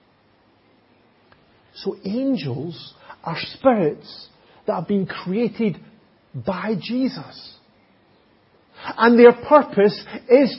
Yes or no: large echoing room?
yes